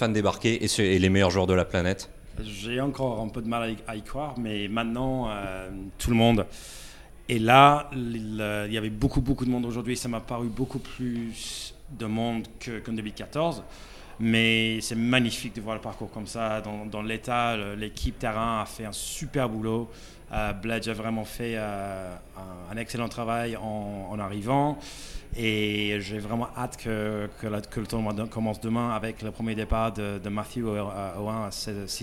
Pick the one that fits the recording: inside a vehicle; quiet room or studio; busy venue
busy venue